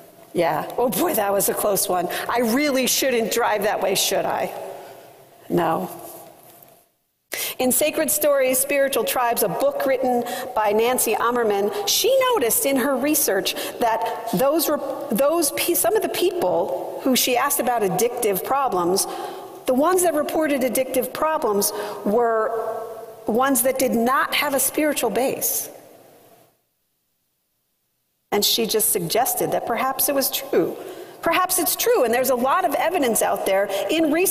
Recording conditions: large echoing room